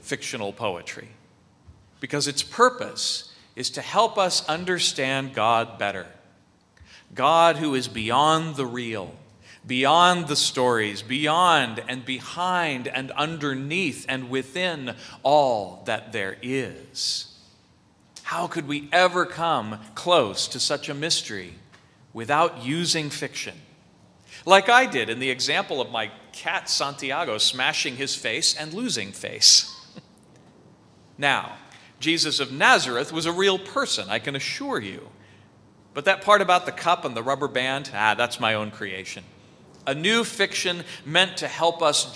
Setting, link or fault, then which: setting, large echoing room